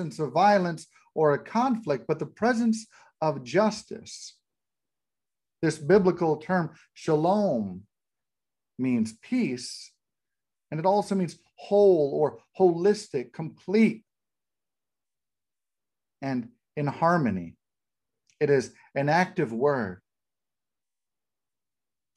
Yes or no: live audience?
no